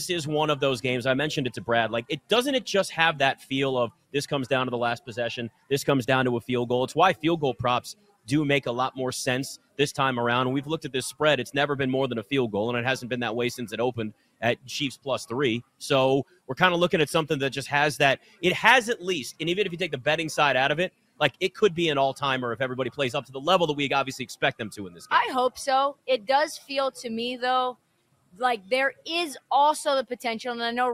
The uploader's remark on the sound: LIVE FROM LAS Vegas at Mandalay Bay!